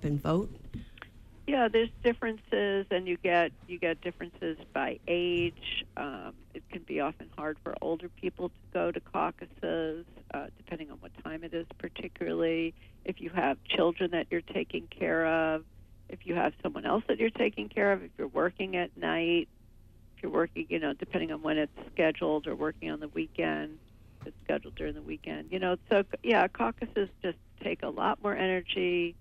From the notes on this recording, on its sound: Call in show.